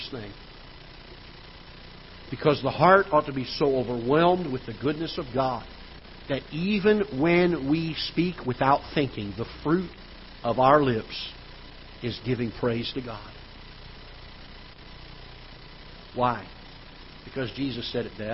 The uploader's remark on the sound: Ketha Heights Baptist Church ~ Live Broadcast